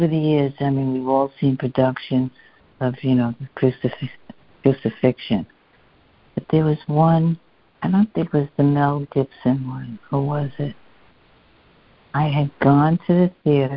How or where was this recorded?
phone line